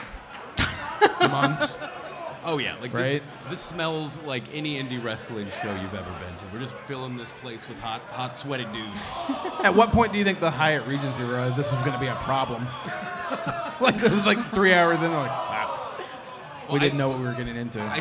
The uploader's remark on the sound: a live episode on the Podcast Movement stage at Starrcast